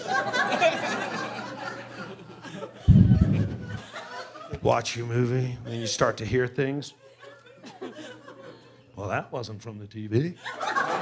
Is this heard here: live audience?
yes